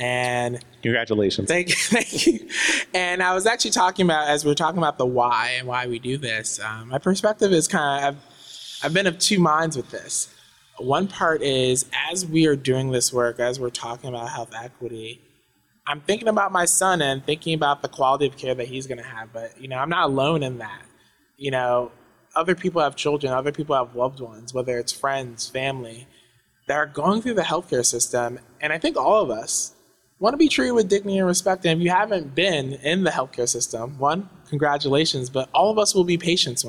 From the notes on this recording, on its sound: Three interviews recorded live at our Health Innovation Summit in October 2023.